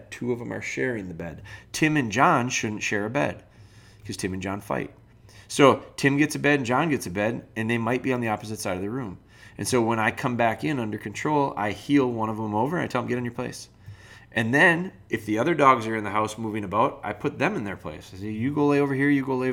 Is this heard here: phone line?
no